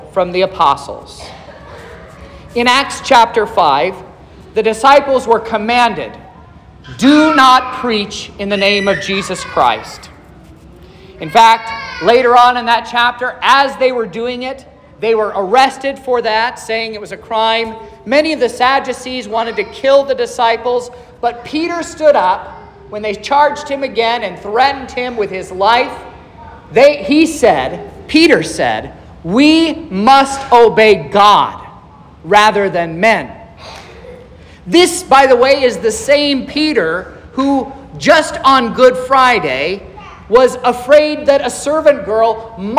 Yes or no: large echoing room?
yes